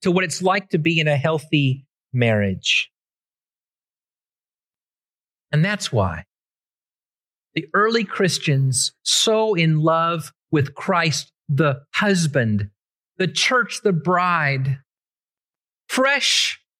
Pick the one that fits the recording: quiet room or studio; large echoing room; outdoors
large echoing room